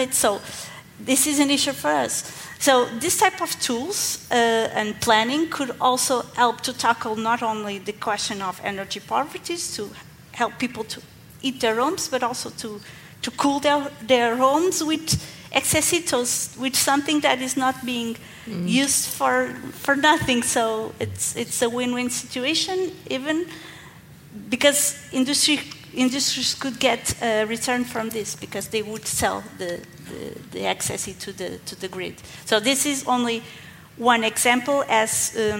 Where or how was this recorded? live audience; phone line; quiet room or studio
live audience